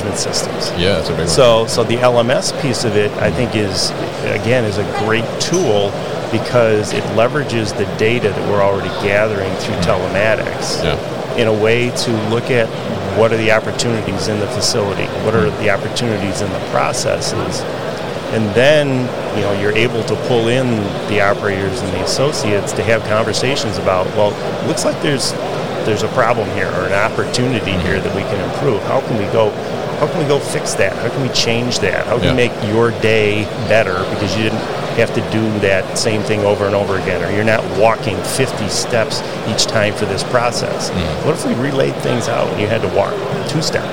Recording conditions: busy venue